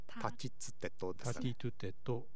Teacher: 舌先を歯茎に当てて出す音